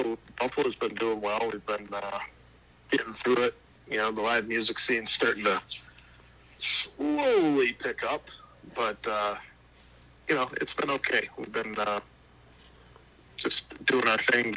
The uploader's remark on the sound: burnt the phone lines out to Buffalo, NY